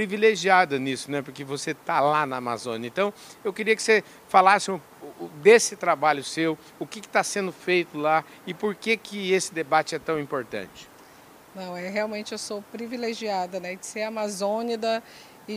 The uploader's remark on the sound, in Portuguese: Prosa gravada no ABEMA DAY, da Associação Brasileira das Entidades de Meio Ambiente, evento que contou com a presença de inúmeros associados e pessoas da sociedade civil durante a COP28, em Dubai.